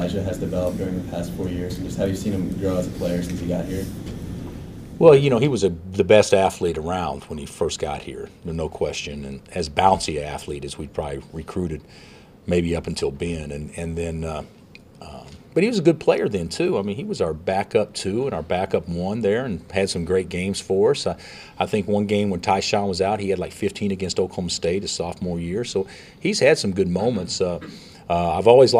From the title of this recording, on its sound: Press Conferences & Post-Game Interviews